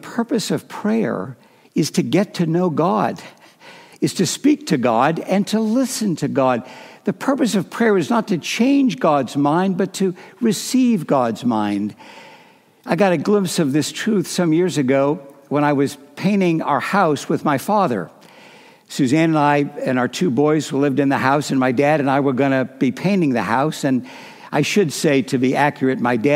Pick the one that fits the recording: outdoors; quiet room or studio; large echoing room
large echoing room